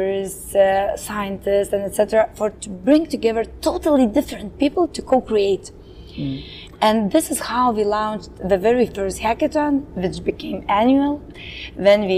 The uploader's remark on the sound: On the sidelines of the Impact Day festival in Tallinn.